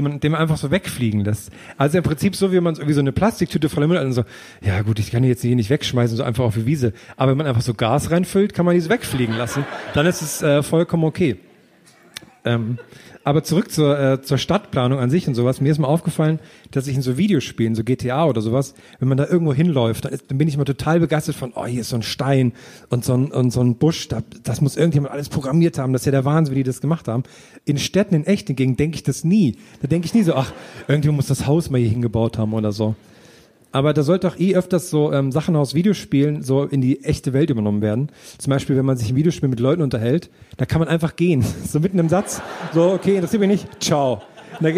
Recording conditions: live audience